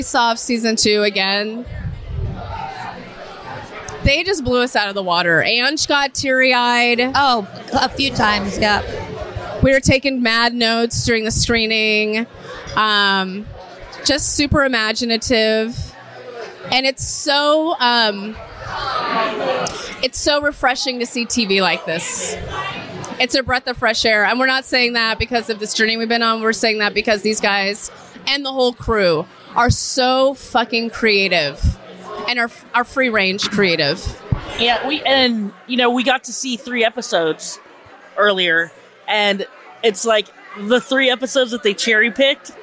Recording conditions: busy venue